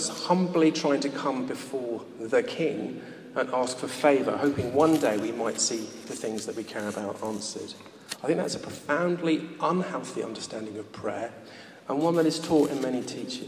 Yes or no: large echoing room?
yes